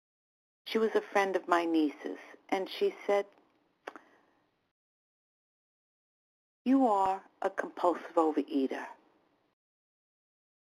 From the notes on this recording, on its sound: 100 Pounders Phone Meeting.